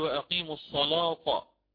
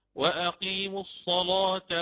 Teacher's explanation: التاء تبقى على ترقيقها · Shown in: second take · الصلاة تاء.